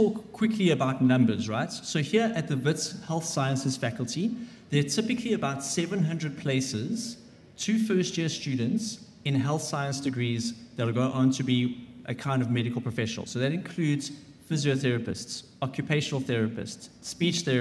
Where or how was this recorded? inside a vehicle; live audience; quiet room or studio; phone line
live audience